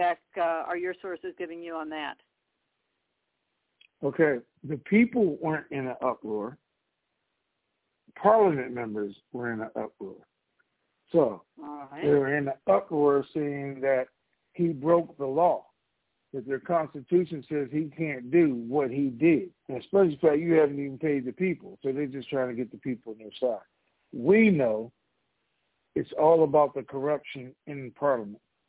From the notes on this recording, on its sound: TNTSuperfantastic Conference Call